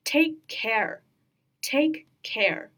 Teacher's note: 因为它相同，我们只读一个就可以。但是注意要把省略掉的那个位置给它空出来，停顿一下 · Term: 相同辅音